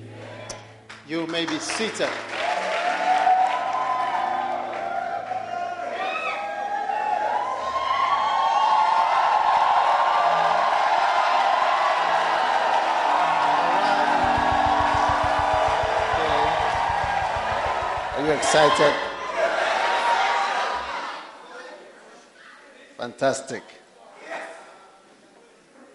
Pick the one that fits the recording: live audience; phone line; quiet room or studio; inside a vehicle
live audience